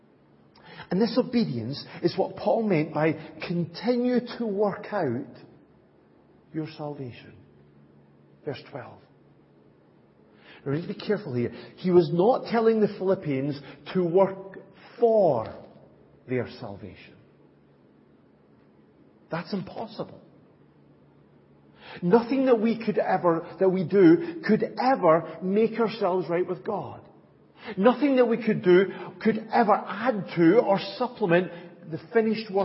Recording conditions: large echoing room